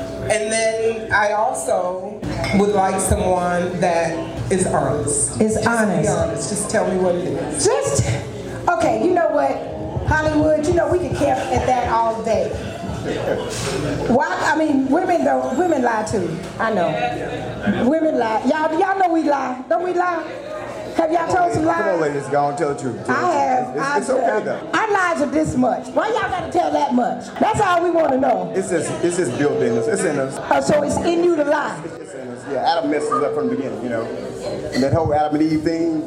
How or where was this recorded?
live audience